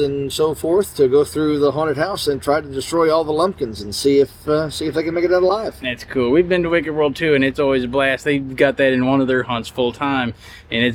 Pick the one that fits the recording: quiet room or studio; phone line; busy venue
busy venue